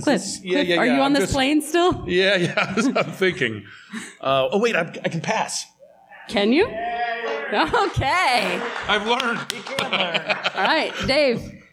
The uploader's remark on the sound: Live from The Indy Fringe Theater in Indianapolis,